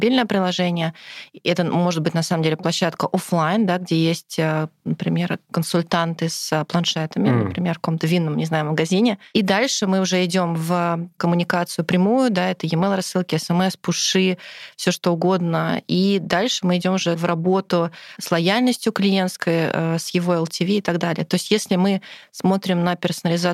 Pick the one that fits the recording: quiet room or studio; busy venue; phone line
quiet room or studio